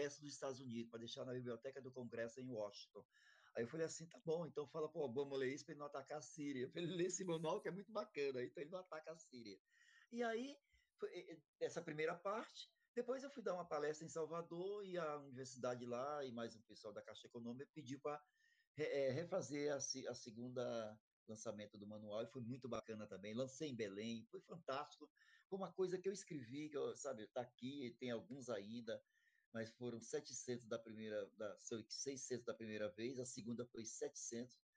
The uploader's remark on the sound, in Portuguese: Este episódio foi gravado de maneira online devido à pandemia do COVID-19